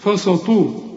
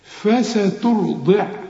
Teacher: الخطأ اللي بنقع فيه بنقول فسترضي، فسطو، شوف طو، لا، فسترضع، التاء رقق، السين والفاء قبلها برضو مرققين · Shown in: second take